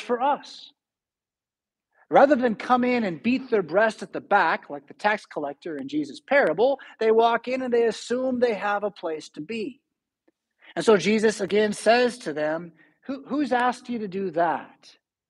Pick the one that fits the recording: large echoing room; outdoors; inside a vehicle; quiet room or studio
large echoing room